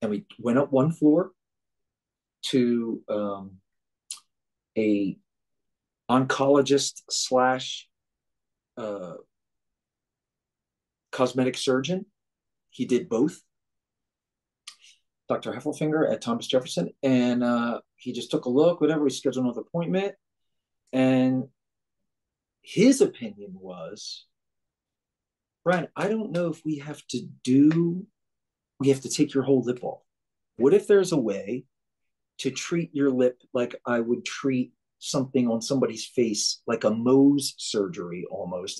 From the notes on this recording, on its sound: Zoom conversation